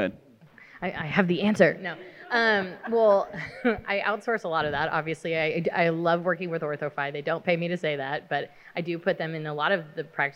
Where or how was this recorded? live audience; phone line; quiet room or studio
live audience